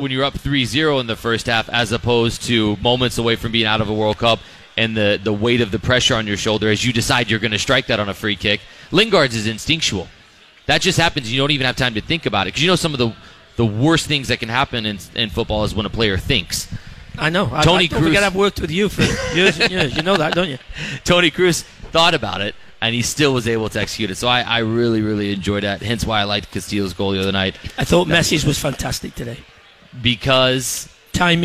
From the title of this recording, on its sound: Live from The Local in Minneapolis!